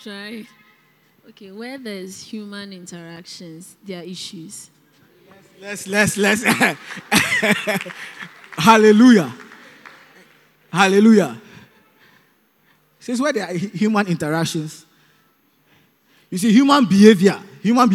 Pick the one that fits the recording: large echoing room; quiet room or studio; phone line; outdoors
large echoing room